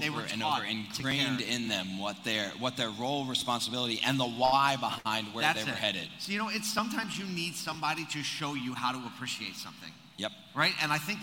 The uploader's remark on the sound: Live From ASOTUCON Monday 2022